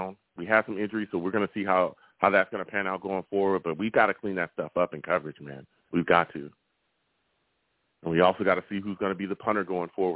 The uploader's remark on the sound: I also took live callers and they went wild!